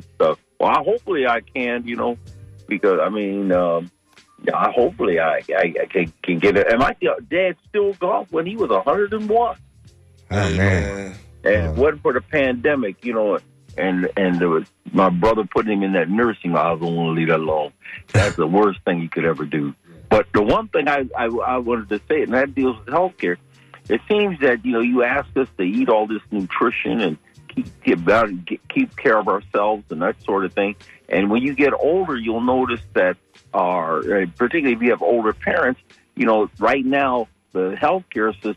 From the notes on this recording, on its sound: unique magazine format call-in show